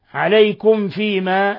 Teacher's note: ميم ساكنة جاء بعدها الفاء إظهار شفوي بل هو من أشد حالات الإظهار الشفوي